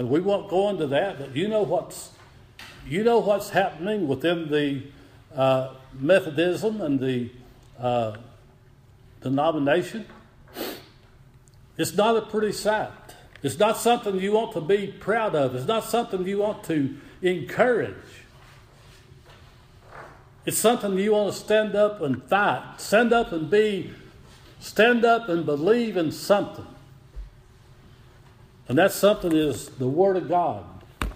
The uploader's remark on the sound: Audio Recording of Worship service at Persia Methodist Church in Rogersville, TN